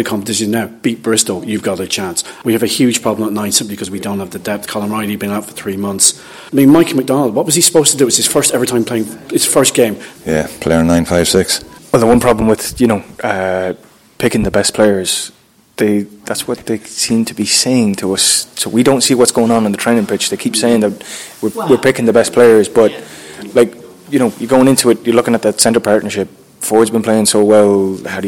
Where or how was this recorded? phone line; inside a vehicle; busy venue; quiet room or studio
busy venue